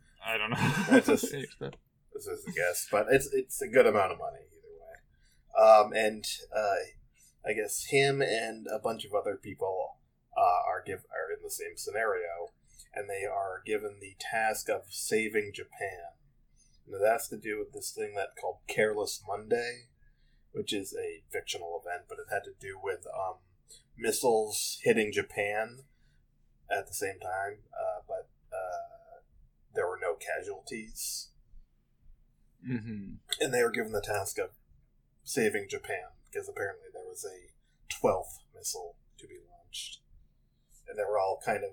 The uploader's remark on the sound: We apologize in advance for the audio quality of this episode.